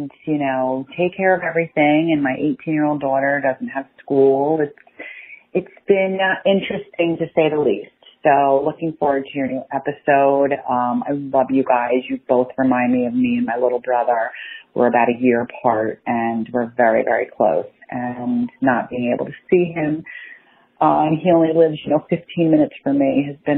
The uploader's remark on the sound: Listen to voicemails from the Sibling Revelry audience. There's also some singing.